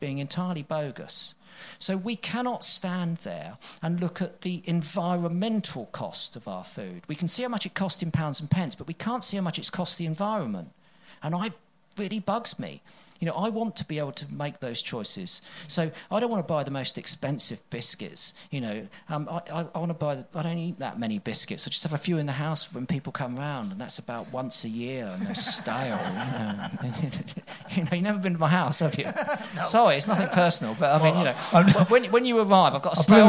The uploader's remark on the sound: Plate Up! Live at COP26. Enjoy the full live recording.